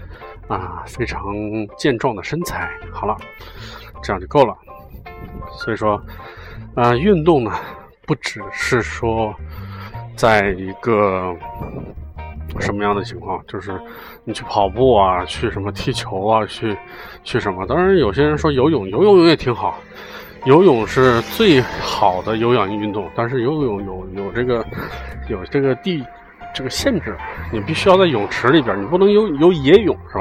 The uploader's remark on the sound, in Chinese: 户外录音